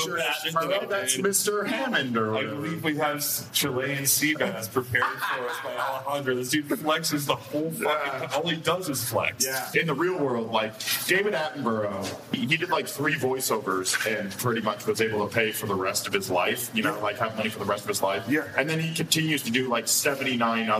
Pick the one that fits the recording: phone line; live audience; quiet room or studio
live audience